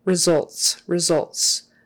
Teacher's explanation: that first syllable is not really accented, results, results. And so there's a throwaway vowel kind of, that's what I call it, a throwaway vowel.